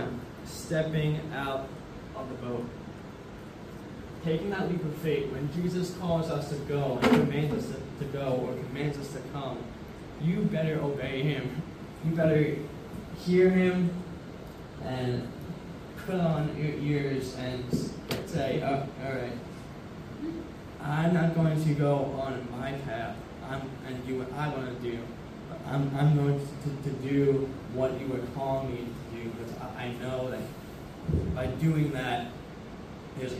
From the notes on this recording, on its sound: This episode is a recording from my first sermon message I spoke at BASIC. Basic is a Christian fellowship club at my school.